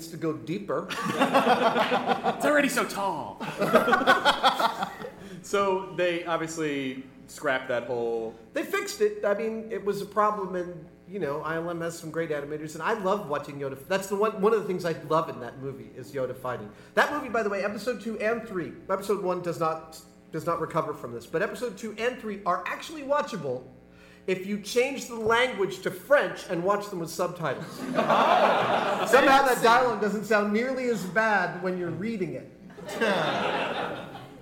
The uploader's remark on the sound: This was recorded at Largo in Los Angeles on April 5th, 2010 in front of a kick-ass crowd of delightful humans. Our very first live podcast! This was recorded at Largo in Los Angeles on April 5th, 2010 in front of a kick-ass crowd of delightful humans. We made it a little longer than a normal podcast by incorporating live performances and taking Q & A from them at the end.